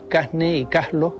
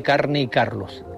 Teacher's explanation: aspiran la R cuando esta aparece ante las consonantes N o L · Shown in: first take · Así se dice en algunas zonas de Canarias, Casne y Caslo, en lugar de Carne y Carlos. · Term: aspiración